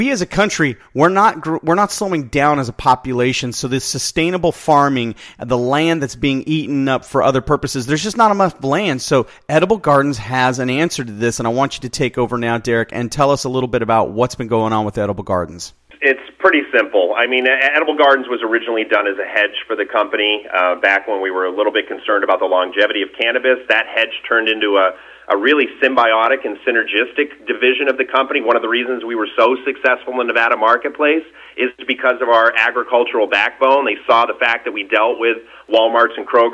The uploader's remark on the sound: called in to SmallCapVoice